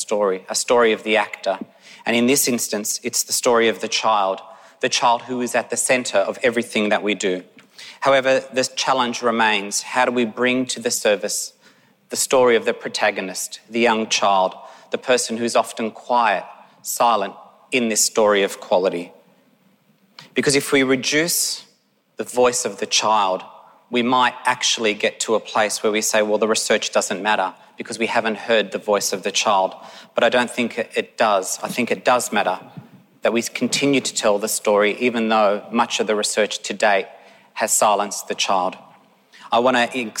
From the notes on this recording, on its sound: Conference presentations from the Victorian Government's Realising the Potential Conference. (from the Realising the Potential Conference). The audio for this session has been generously provided by the Victorian Department of Education and Training.